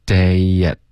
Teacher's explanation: day 跟 at 要添加一个很轻的 e 的音